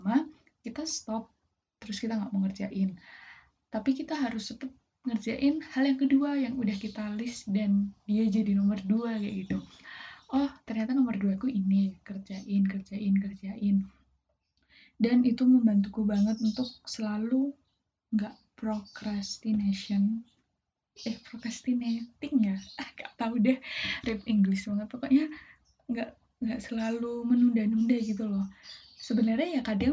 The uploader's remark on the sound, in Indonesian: Feat burung, gluduk, abang siomay. Aku mau minta maaf banget kalo audioku poor: jelek bgt : itu kalo kalian denger banyak suara burung, itu karena tetangga persis depan rumahku pelihara burung banyak bgt gengs jadi di segala sudut rumahku burung-burung itu bakal kedengeran terus.